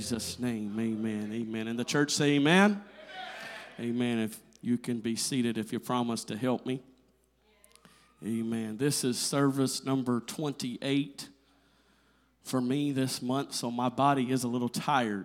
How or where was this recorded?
large echoing room